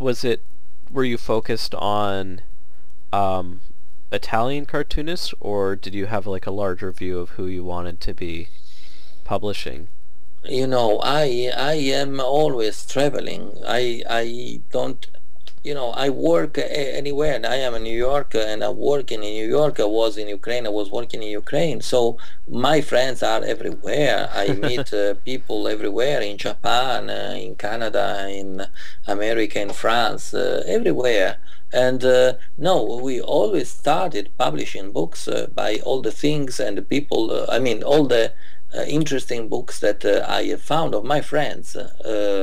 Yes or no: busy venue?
no